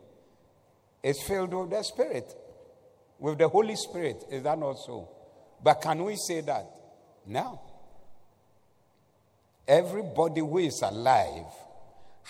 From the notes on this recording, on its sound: Preached at the Doxa Service